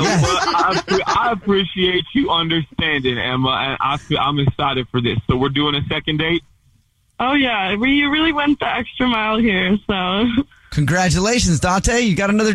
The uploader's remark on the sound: We get that other person on the phone to see why they're "ghosting". One of our listeners is on the phone.